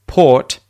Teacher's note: So if you say two, you should be able to feel the air hit your hand clearly. However, when it's at the end of a word, say in the example port, it's unaspirated. So it's the air that's coming out of your mouth is nowhere near as strong as when it's at the front of a word.